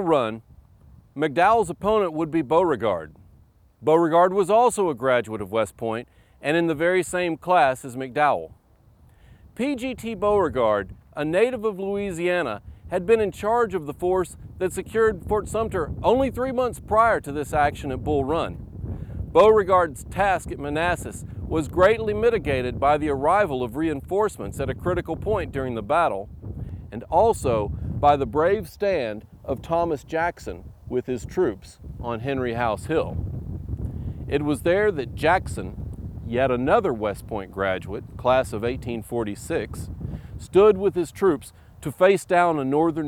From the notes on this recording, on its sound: Recorded at Manassas National Battlefield, August 8, 2011.